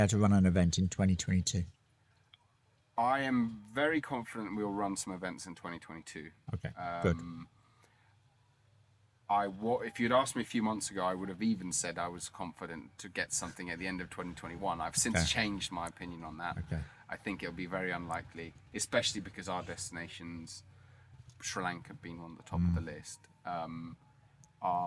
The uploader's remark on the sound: Recorded at the the first tuk tuk gathering. Recorded at the the first tuk tuk gathering.